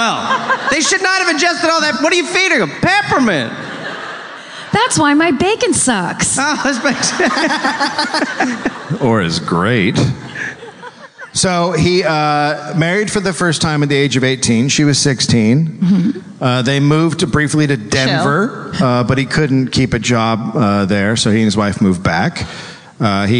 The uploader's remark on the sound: live from The Orpheum theater in Los Angeles!